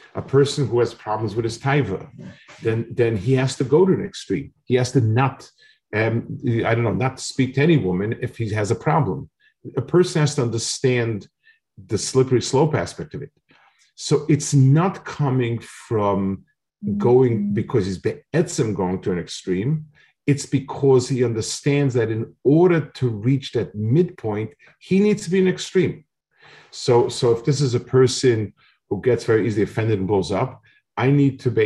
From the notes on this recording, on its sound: This shiur take place over Zoom